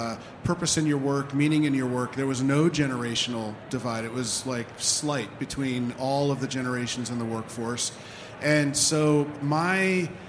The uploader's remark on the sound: HR Happy Hour - LIVE from the 2023 HR Technology Conference. Join us LIVE from the HR Technology Conference in Las Vegas!